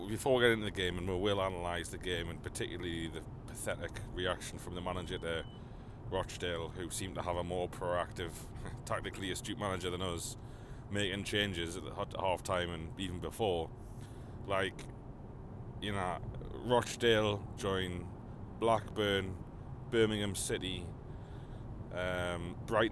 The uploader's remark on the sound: in the car straight from the ground